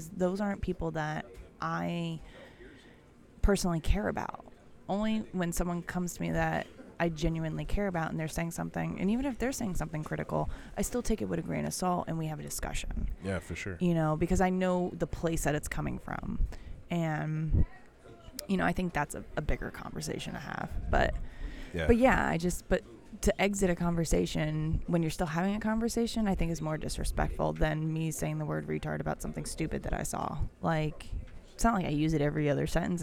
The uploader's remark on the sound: We Pick Up A Cup and Celebrate at Panera Bread. Live from Panera Bread.